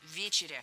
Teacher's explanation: Ударение в этом слове ставим на первый слог.